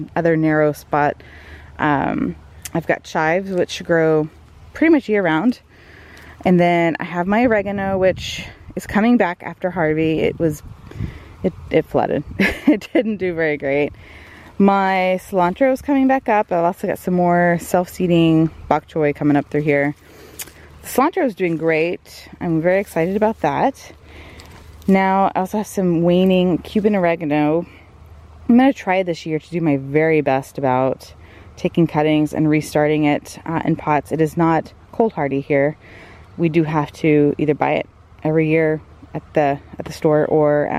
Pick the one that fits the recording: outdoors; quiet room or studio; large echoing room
outdoors